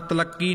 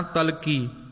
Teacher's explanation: ਤਲਕੀ ਪਾਠ ਵੀ ਸਾਧ ਸੰਗਤ ਜੀ ਪੋਲਾ ਹੀ ਉਚਾਰਨ ਕਰਨਾ, ਤਲੱਕੀ ਨਹੀਂ ਕਹਿ ਜਾਣਾ · Shown in: second take · ਤਲਕੀ। ਤਿਸ ਕਉ ਤਲਕੀ ਕਿਸੈ ਦੀ ਨਾਹੀ ਹਰ ਦੀ ਬਾਣ ਸਭ ਆਣ ਪੈਰੀ ਪਾਇਆ।